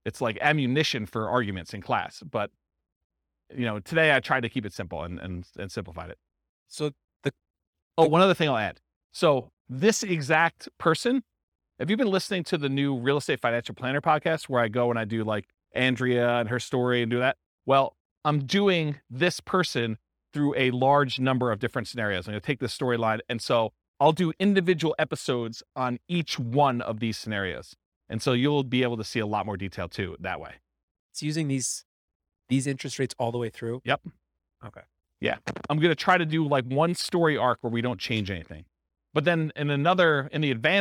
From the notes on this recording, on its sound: This was a live class recorded